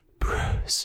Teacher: But I hate how breathy she is.